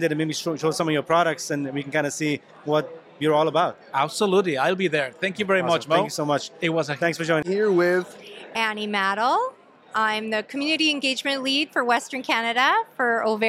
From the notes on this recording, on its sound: recording at the Tri-Cities Chamber of Commerce Business Showcase where they interview multiple people from many different industries